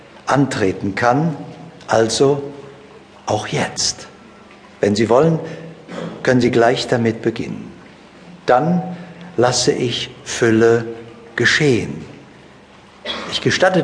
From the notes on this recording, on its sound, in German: Dieser Live-Mitschnitt ist nicht mit einer Studio-Qualität gleichzusetzen. Hintergrundgeräusche machen das Seminar lebendig.